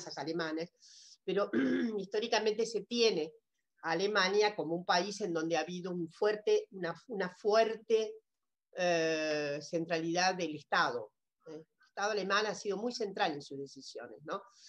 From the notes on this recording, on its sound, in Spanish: por YouTube, con participación en VIVO con el chat